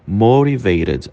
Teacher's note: O T se transforma num som de R.